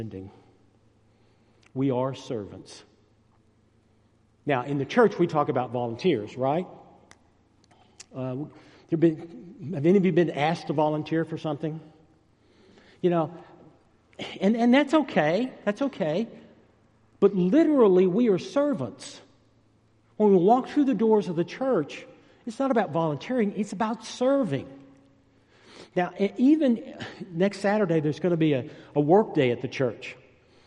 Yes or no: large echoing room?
yes